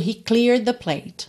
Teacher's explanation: Que é cleared, porque nessa terminação é de, o E não é pronunciado, então eu já junto tudo, he cleared the plate, ok?